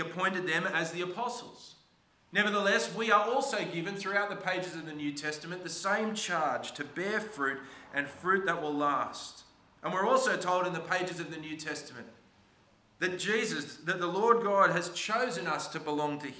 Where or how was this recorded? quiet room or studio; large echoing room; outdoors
large echoing room